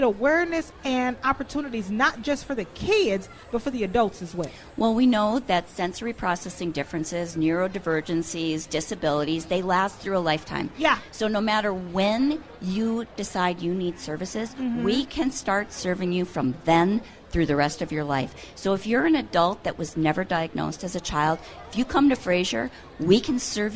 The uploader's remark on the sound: live at the Minnesota State Fair